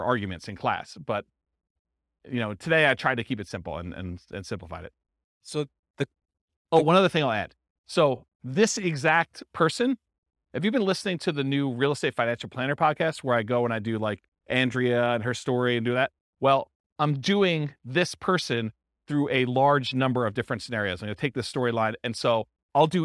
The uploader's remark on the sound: This was a live class recorded